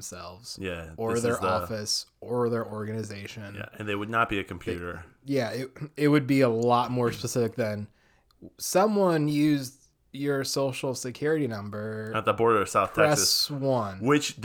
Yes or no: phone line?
no